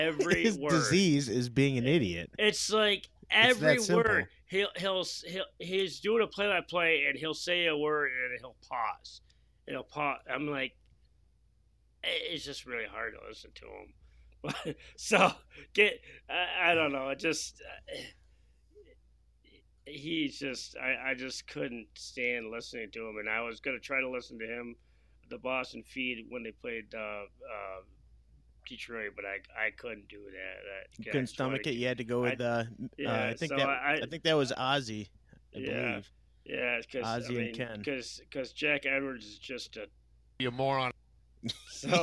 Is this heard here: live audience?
no